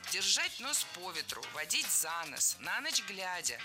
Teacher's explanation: Во всех этих выражениях ударение ставим на предлог.